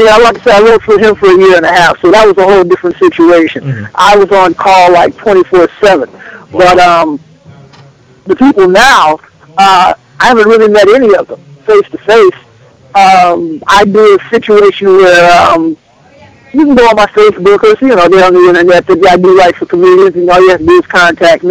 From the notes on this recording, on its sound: Calls to the Let's Be Frank Show.